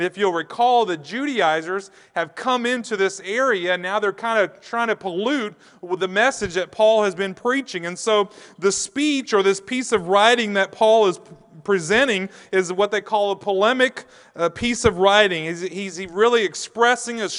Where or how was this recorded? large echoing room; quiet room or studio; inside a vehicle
large echoing room